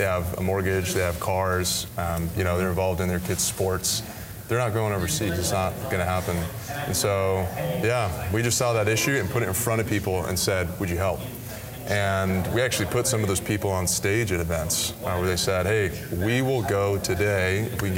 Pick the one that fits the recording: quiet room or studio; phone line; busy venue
busy venue